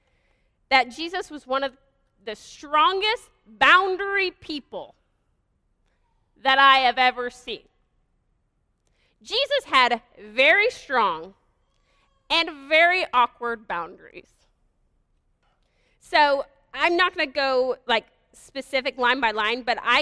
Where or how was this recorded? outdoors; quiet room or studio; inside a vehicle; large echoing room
large echoing room